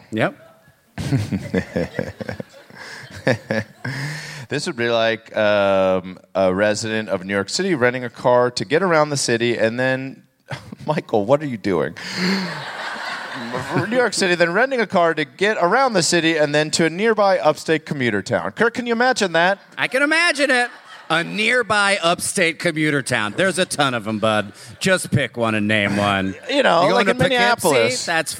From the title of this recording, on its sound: Live from Minneapolis